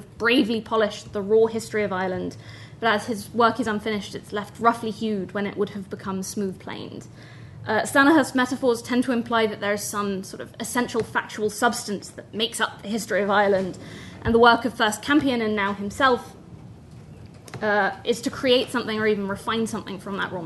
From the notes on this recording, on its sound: at the 2022 Tudor and Stuart Ireland Conference.